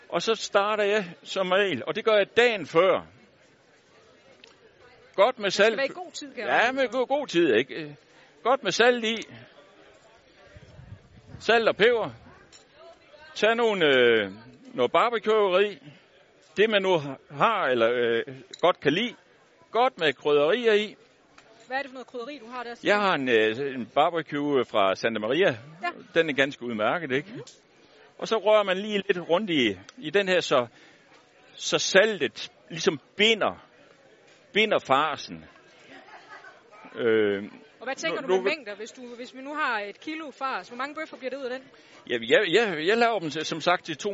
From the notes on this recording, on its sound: Live hjemme fra den legendariske Burger Madsen